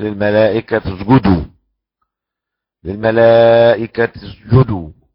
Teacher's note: يبقى ابن وردان له الإشمام خلط كسر بضمة